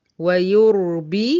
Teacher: انتبه الري هنا ايه مفخمة عشان ساكنة وما قبلها ايه مضموم